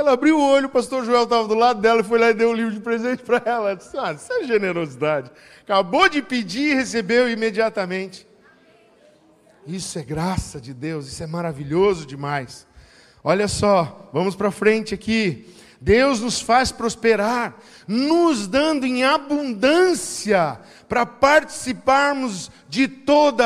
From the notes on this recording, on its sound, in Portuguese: Em nosso Culto da Generosidade. Na Igreja ABA Blumenau (Transmitido ao vivo).